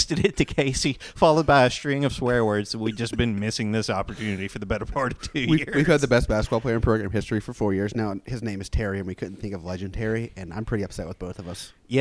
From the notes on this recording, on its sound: on location in Evansville for the OVC Basketball Tournament